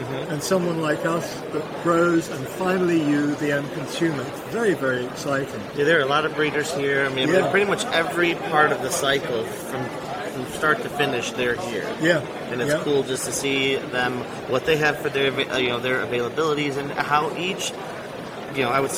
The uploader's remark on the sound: LIVE from MANTS